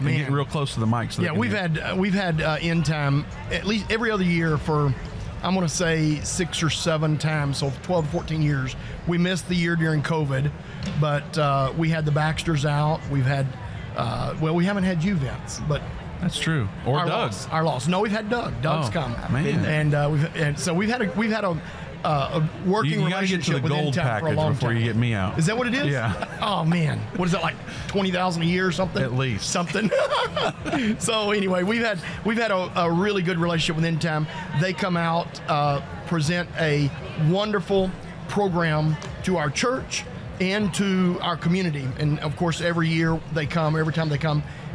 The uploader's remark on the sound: We are doing the show LIVE from the Indiana Convention Center in Indianapolis, Indiana.